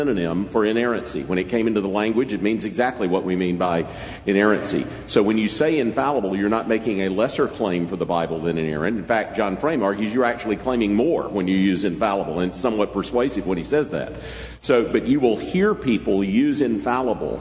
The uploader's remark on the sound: from the Shepherds' Conference - Inerrancy Summit